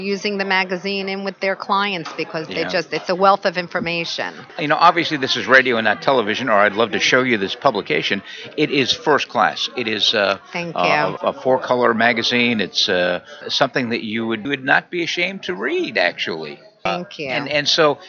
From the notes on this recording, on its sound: Interview at the 2016 NAATP Leadership Conference in Ft. Lauderdale, FL.